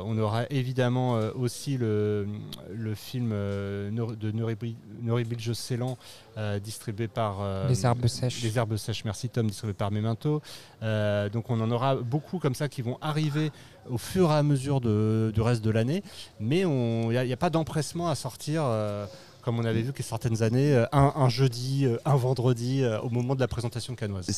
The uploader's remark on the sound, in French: Episode enregistré au cinéma Les 7 Batignolles le mardi 9 mai 2023